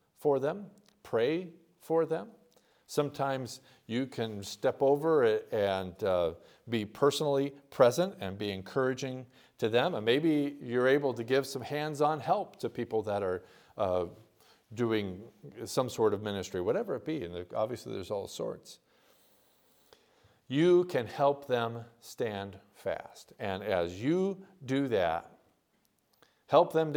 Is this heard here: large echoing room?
yes